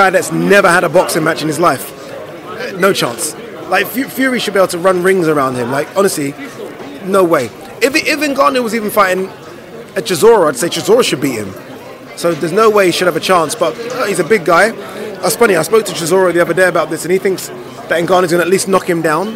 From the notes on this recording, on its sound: at the launch press conference in London